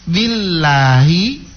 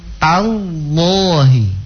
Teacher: Billahi dia dibaca tipis. Tallahi dibaca tebal.